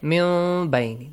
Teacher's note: We turn the noon sound into a small meme sound. A half meme sound. · Term: iqlab